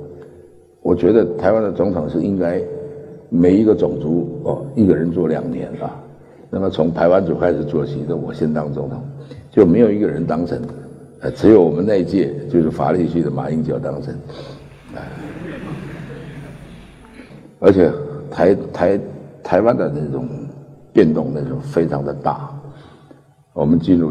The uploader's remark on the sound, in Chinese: 一席现场